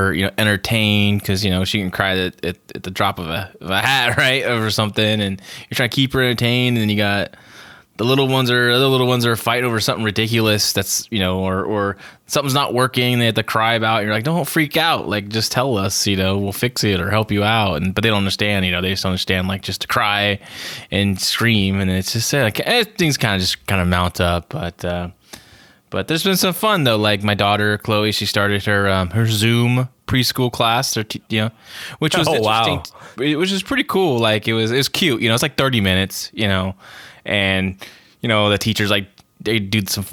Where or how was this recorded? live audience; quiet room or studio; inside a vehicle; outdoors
quiet room or studio